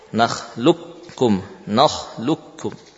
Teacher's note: Qaf ke dalam kaf. Langsung melafadzkan qaf melafadzkan kaf musyaddadah · Term: mengidghamkan secara sempurna